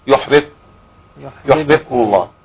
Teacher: بتقولها يحبب وتبين ايه قلقله الباء